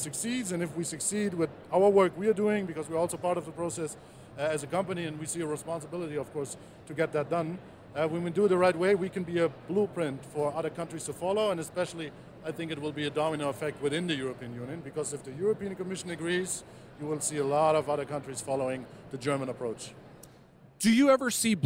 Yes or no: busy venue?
yes